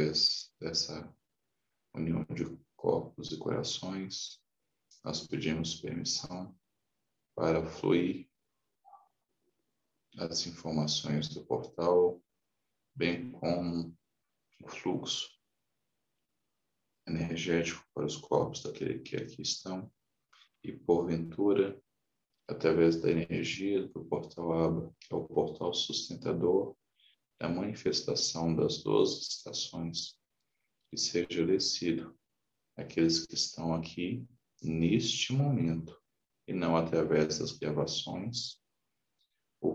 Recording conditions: video call